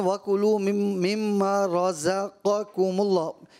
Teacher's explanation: بڑا قاف ادا ہوتا ہے زبان کی جڑ اوپر تالو کے نرم حصے سے، چھوٹا قاف ادا ہوتا ہے زبان کی جڑ تالو کے سخت حصے سے.